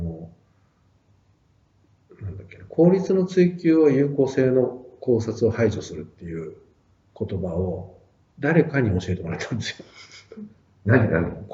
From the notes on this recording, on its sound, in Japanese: 旧マイクで音声ややわるいです。